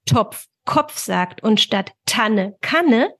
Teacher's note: dass das T zum K rückverlagert wird